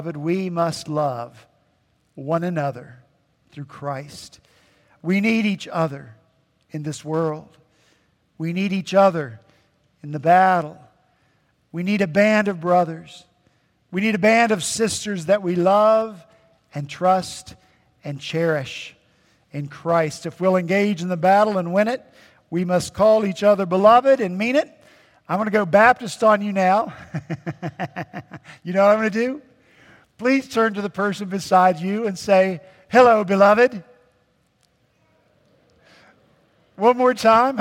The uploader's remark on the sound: At Redeemer Presbyterian Church in Charleston, SC, our senior pastor.